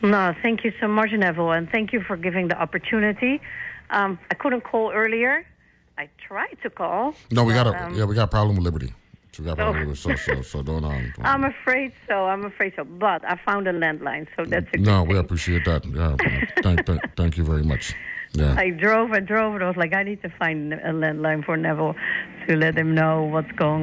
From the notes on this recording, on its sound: talks on the phone